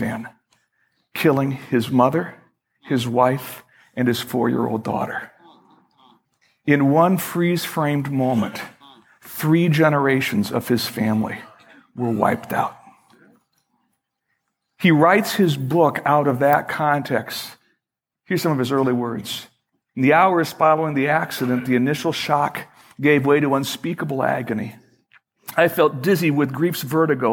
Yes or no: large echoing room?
yes